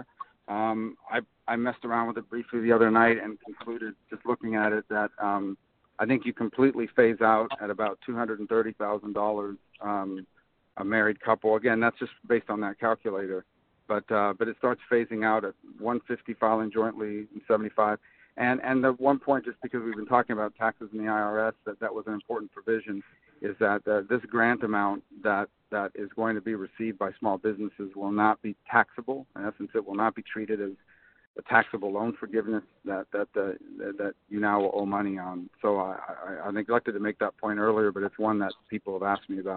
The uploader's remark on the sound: recorded as a phone call on March 30, 2020.